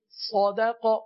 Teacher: یہاں پر دیکھیے صدقہ میں پہلے صاد پر ہے، درمیان میں دال باریک پڑھیں گے کیونکہ یہ باریک پڑھا جاتا ہے، اور قاف حروف مستعلیہ کا ہے لہذا اس کو پر پڑھیں گے